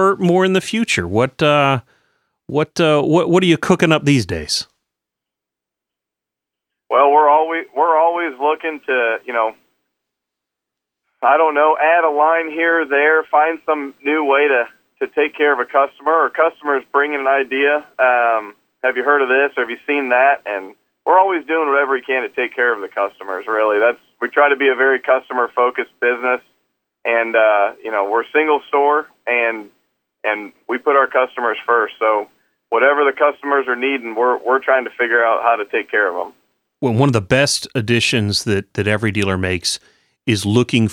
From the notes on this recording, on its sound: from Chrisman Farm Center in Chrisman, Illinois call